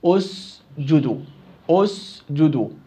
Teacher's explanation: وإن ابتدأ بالكلمة التي أولها ساكن فلا بد من اجتلاب همزة الوصل، بدي أجيب همزة وصل ليتوصل بها إلى النطق بالحرف الساكن الواقع أول الكلمة. إذا اسجدوا بالسير اسجدوا اسجدوا، اجتلاب يعني نأتي بهمزة وصل.